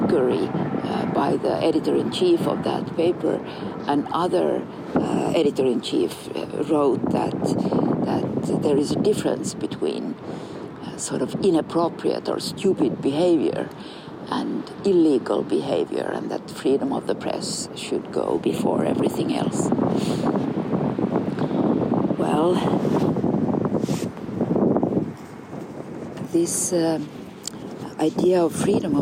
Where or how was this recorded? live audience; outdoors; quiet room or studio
outdoors